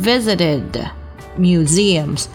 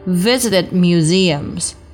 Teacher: 注意字母 d 要做一个失爆处理啊，不要给它放出来 · Shown in: second take